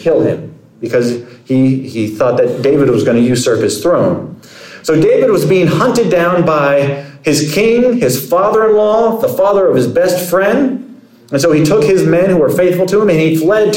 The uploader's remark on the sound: Sermon preached at Compass Community Church on June 4, 2023.